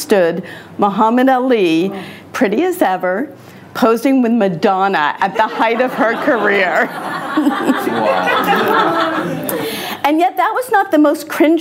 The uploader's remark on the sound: In Sydney in front of a live audience at the invitation of Jungle Entertainment.